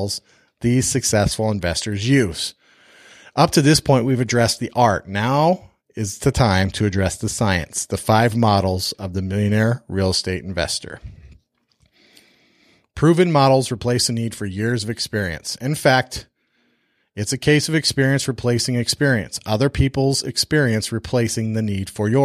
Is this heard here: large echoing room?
no